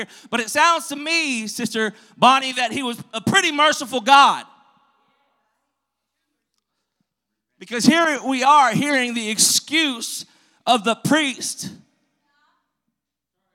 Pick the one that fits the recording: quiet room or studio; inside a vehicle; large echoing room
large echoing room